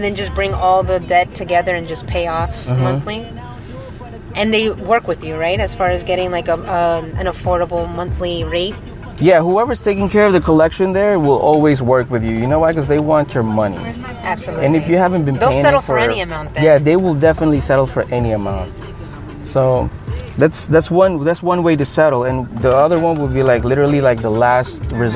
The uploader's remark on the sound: We travel to the other side of Central Florida. We ended up in Kissimmee where the 17th Annual Taste of Thailand Fall Food Festival was taking place at the Wat Dhammaran of Florida. We were surrounded by beautiful people, great music and amazing food.